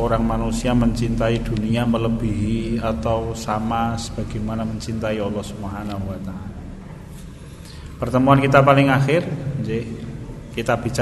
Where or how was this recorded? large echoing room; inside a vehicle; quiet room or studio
large echoing room